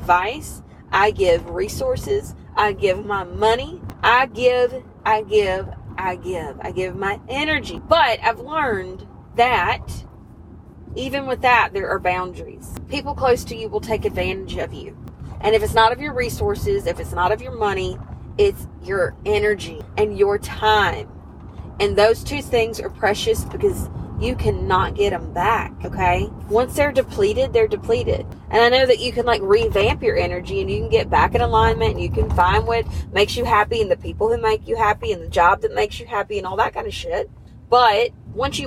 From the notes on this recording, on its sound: I want to apologize in advance for the not-ideal listener experience. I recorded this episode in my car while I was on the go & apparently the roads were rough that day.